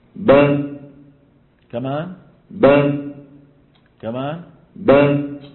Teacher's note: الشفتان ابتعادهما يخرج الباء، ابتعاد الفكين يخرج الفتحة.